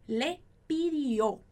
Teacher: Muito cuidado com a ênfase que está lá no o, lá no final.